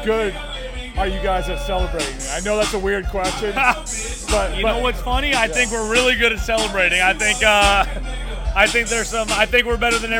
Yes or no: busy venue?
yes